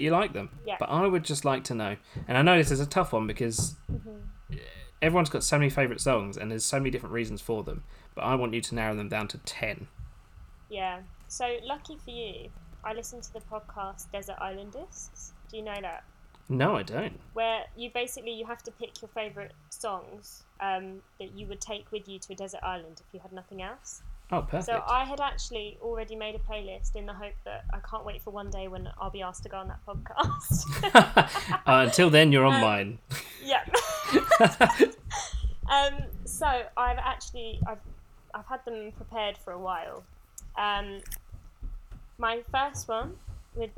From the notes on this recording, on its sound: Apologies for the technical issues with sound, still working out the kinks!